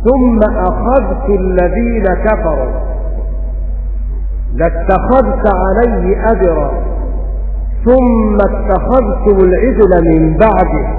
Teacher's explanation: قرأ بإظهار الذال مع التاء